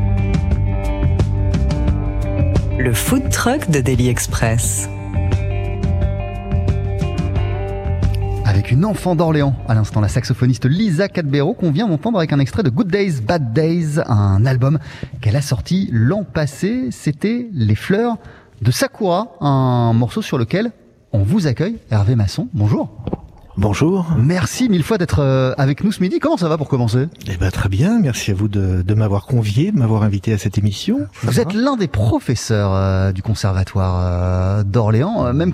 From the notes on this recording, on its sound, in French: Deli Express en direct du Conservatoire d'Orléans. On n’a pas tous les jours l’occasion de poser nos micros juste en face, et même à quelques mètres d’un édifice sublime : la Cathédrale Saint-Croix ! Nous passons la traditionnelle pause dej du Deli Express au Conservatoire à Rayonnement Départemental d’Orléans. C’est la première étape d’une journée entière en direct de la cité du Loiret.